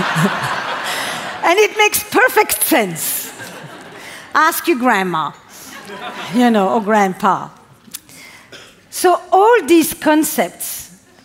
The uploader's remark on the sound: This talk delivered to our tribe, was recorded on Mindvalley’s stage at A-Fest.